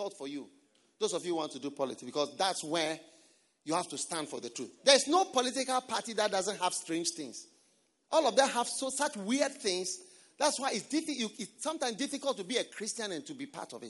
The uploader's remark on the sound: Preached at the Salvation Sunday Service.